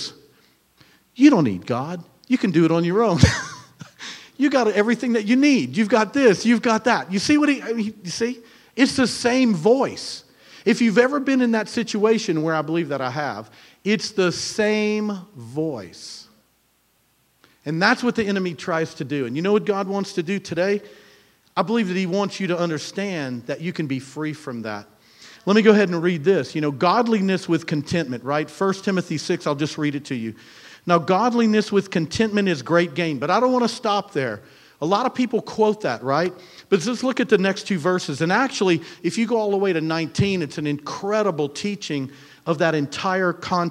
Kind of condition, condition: setting, large echoing room